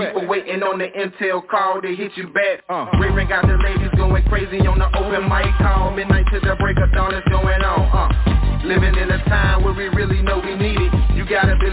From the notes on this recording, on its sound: TNTSuperfantastic Conference Call